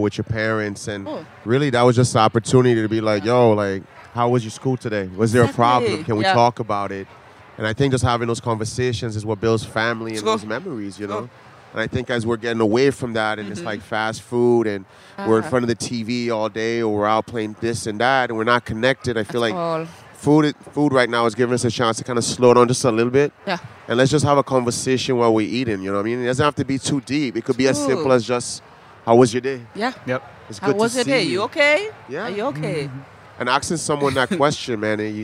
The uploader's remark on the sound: at Charleston Wine + Food 2020